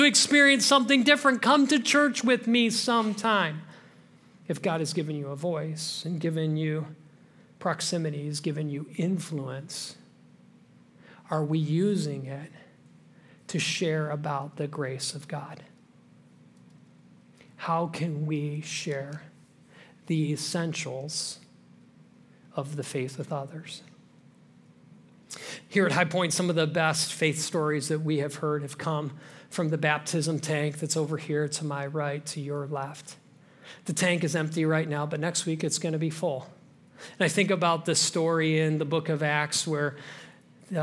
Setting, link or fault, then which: setting, large echoing room